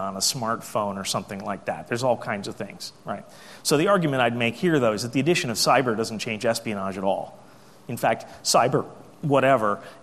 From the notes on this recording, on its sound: AusCERT keynote speech